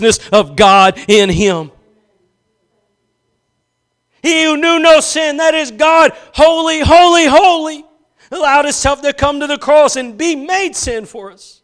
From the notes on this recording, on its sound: Preached at Gospel Lighthouse in Bossier City, La.